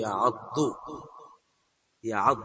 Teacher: إذن فوزنه فاعل في الماضي، إذن فتقول في المضارع يعض ضو ضو يفعل يعض ضو ثم تدغم فتقول يعض يعضد، تنقل فتحة الضاد الأولى إلى العين الساكنة بعد سلب سكونها فتدغم الضاد الأولى في الثانية فتقول يعض يعض، فهو على وزن يفعل، هذا المراد. · Term: الإدغام